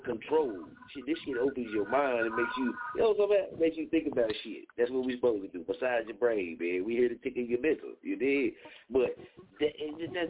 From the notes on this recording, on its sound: Tonight show we gone open the lines up for you to call in and POP YOUR WORK!